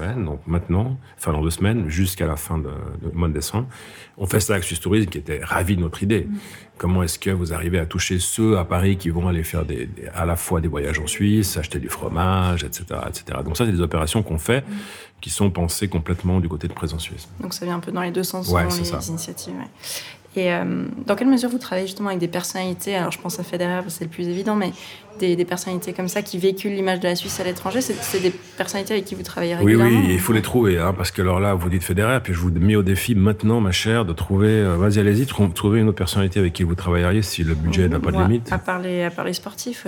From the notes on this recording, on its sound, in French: Cette conversation a été enregistrée au Café du Simplon à Lausanne.